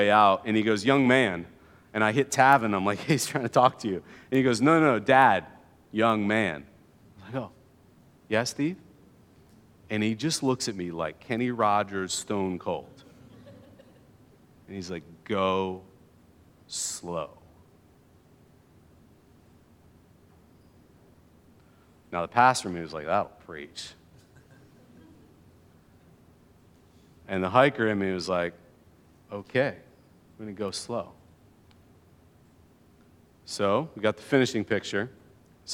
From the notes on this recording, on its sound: keynote address from 2022's Evergreen One Day event